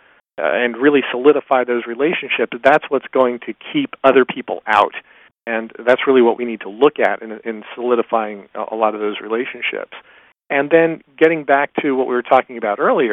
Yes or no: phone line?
yes